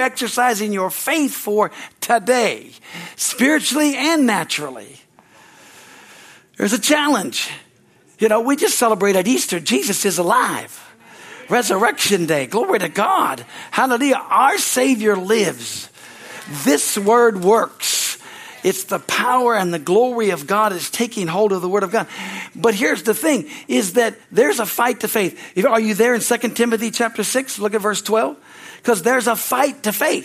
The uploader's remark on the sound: Is from the Sunday serivce on April 16, 2023 at Harvest Bible Church in Stockton, CA.